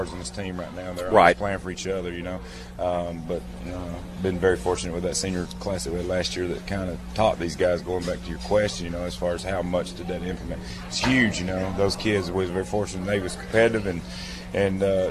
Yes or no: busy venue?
yes